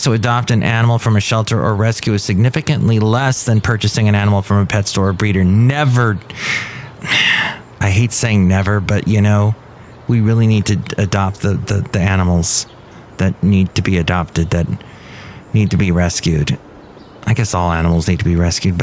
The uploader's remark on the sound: podcasts live from Café Anyway